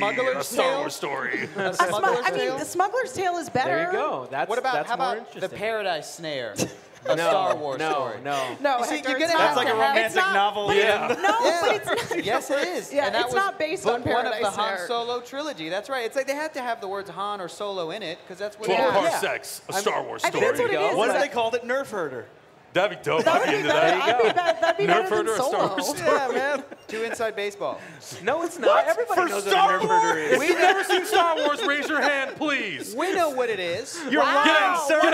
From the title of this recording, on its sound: Live from TwitchCon 2017